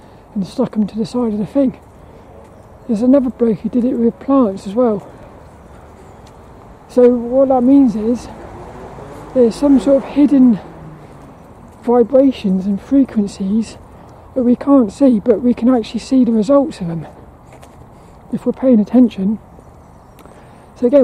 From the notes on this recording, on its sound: This 'About The Tings' episode is a Walk and Talk about Crop Circles.